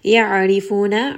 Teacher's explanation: ayn again is going to be from the middle of the throat. It has tawassut. · Ra in this case again is going to be light because it has a kasra.